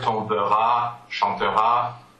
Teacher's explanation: Well, when it becomes a future, it actually that a turns into a schwa because of the, you know, we add the future termination to the verb tombera, chantera, and the a turns into a schwa